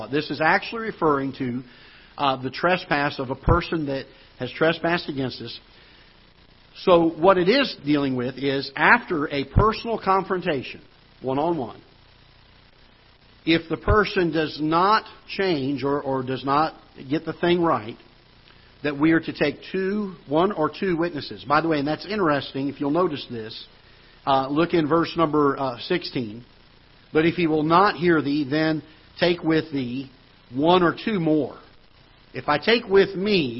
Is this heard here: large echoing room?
yes